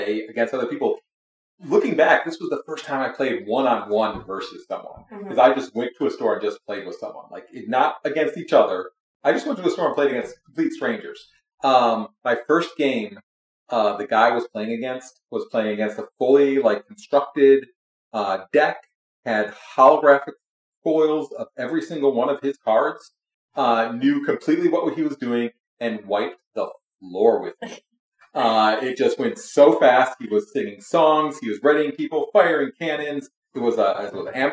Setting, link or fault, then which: fault, poor sound quality